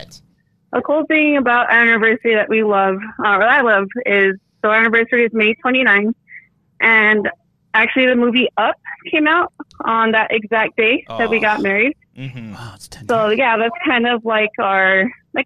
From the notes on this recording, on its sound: The boys also take a few phone calls